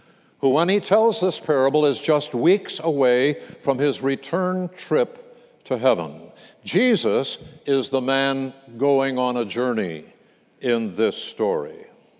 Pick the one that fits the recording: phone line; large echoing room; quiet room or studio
large echoing room